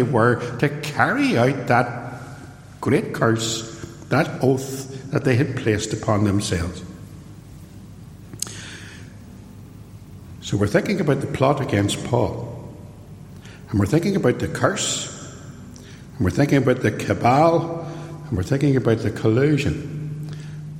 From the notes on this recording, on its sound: Sermon preached at Templepatrick Reformed Church.